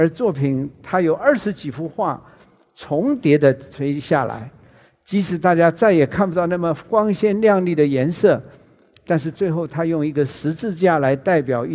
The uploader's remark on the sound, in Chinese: 本集節目取自【2023突破者知識跨年饗宴】現場錄音。